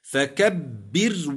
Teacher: الراء هنا ساكنة سكون أصلي وقبلها كسر أصلي متصل ووقعت آخر الكلمة · Term: الراء الساكنة